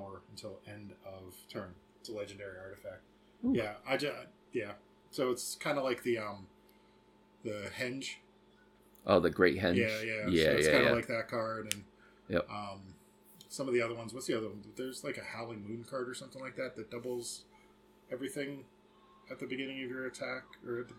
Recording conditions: sounds in the background